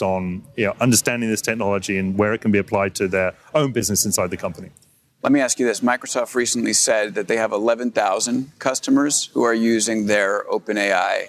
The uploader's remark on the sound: live at the AWS Summit in New York City